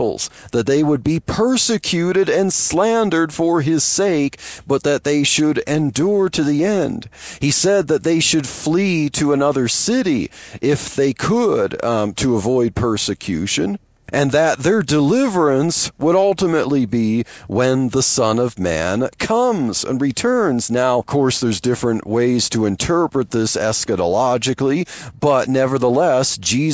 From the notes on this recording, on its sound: while driving to work